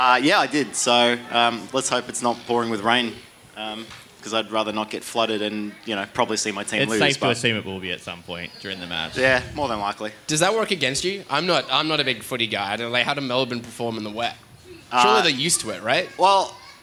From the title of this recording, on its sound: Live at Federation Square